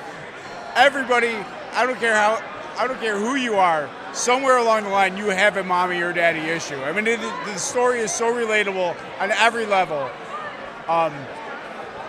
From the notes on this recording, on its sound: spent the evening in the bar at the lovely Anaheim Hilton following day one of STAR WARS CELEBRATION 2022 interviewing Star Wars fans from around the world